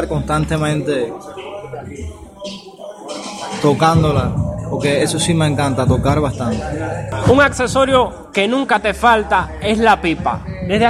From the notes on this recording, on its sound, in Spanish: En esta emisión grabada en el patio de la AHS (Asociación Hermanos Saís) de Granma.